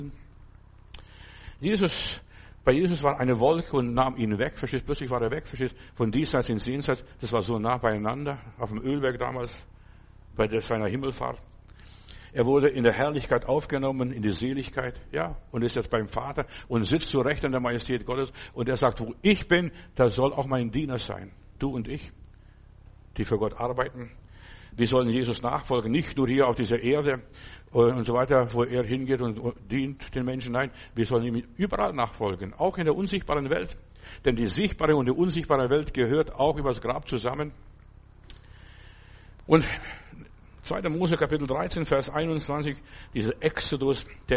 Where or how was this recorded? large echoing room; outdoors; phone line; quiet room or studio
large echoing room